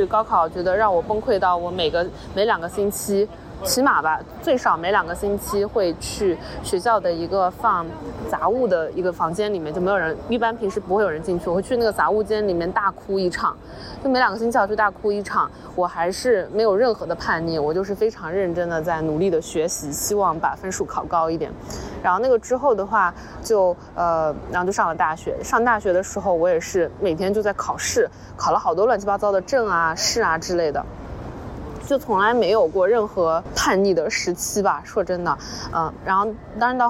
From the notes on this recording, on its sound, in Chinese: 这期是来自塞尔维亚首都贝尔格雷德街头的现场报道。